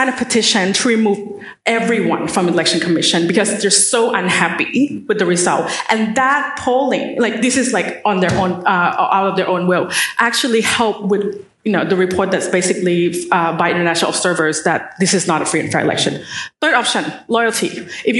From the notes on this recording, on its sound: This conversation was recorded on Thursday 15 August, 2019 at a Sydney Ideas event, as part of the ASEAN Forum.